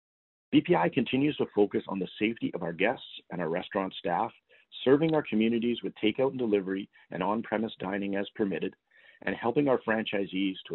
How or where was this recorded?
phone line